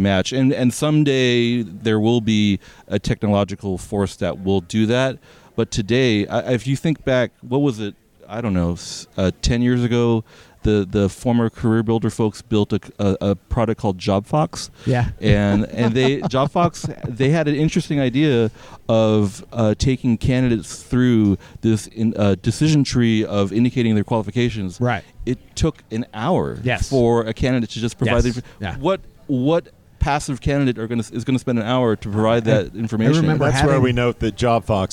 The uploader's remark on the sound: at Jobvite's Recruiting Nation LIVE!